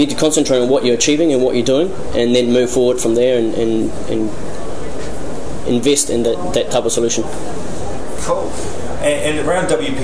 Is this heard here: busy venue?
yes